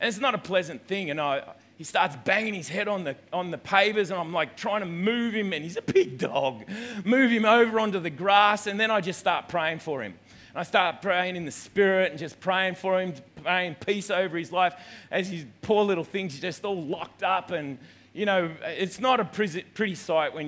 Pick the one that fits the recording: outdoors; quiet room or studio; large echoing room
large echoing room